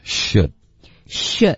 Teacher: should 的这个的的音呢省略